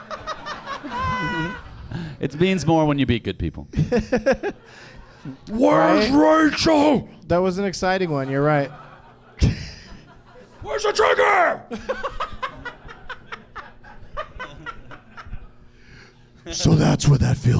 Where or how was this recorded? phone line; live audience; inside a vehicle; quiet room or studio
live audience